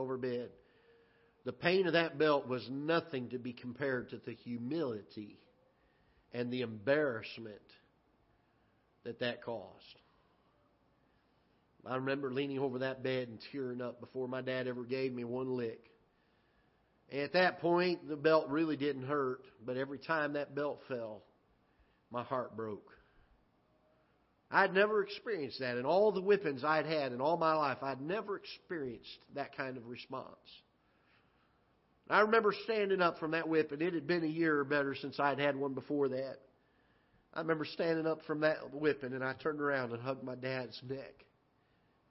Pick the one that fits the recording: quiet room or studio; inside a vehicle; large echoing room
large echoing room